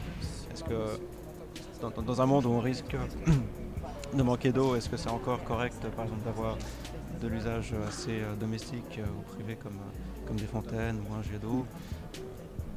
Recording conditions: busy venue